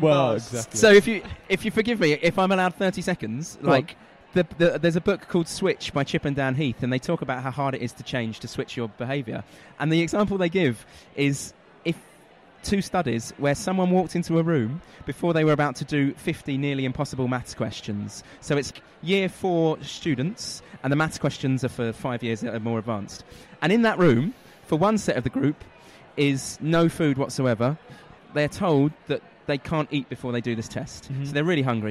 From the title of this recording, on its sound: Live from IFC